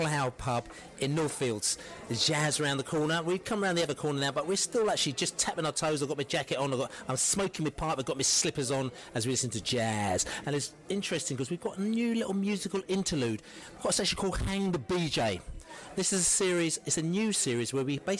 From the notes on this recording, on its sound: Huddersfield pre-match podcast from the pub. It was time to gather once again in a pub in West London - this time The Plough in Northfields with a backdrop of live jazz - to shoot the breeze.